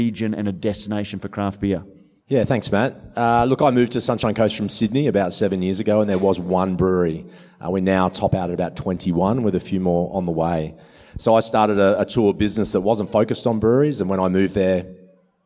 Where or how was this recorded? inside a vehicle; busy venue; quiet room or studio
busy venue